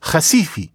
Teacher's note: they have that uvular fricative. And so ha, it's Recife.